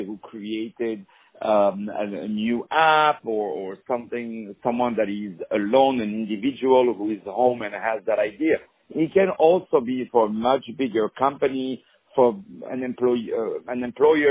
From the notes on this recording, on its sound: On the phone